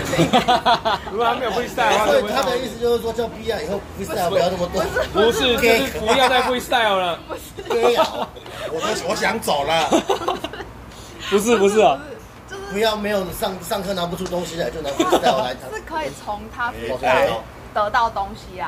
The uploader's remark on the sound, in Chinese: 錄音地點：台南 牽咖啡。